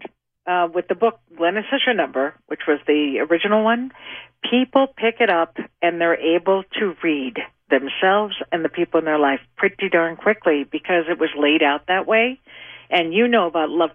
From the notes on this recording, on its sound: as listeners call in to have their numbers read